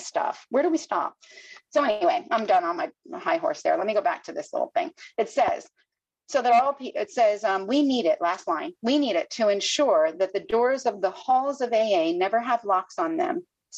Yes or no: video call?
yes